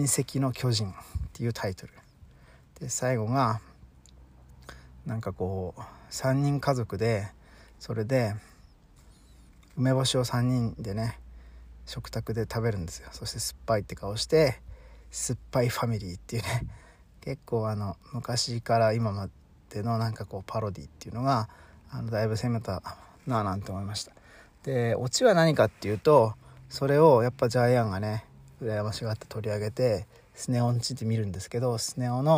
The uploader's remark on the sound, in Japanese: 朝8:00公園にて